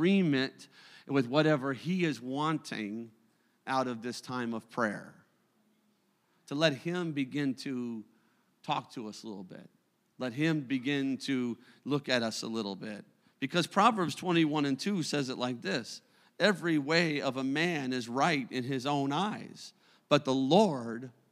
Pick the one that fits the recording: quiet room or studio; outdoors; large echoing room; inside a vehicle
large echoing room